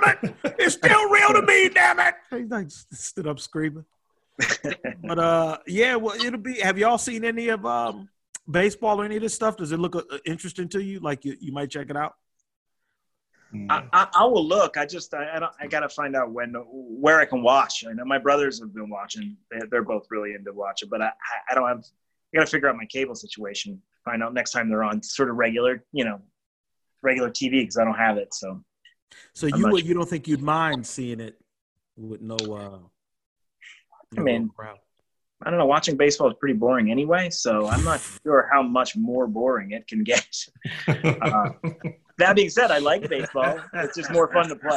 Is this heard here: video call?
yes